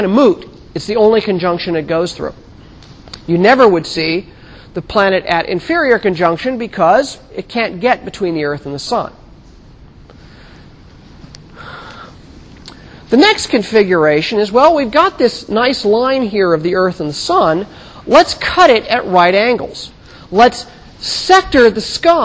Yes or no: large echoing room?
yes